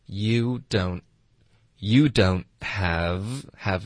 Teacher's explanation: you don't 结尾的 t 呢，我们就省略了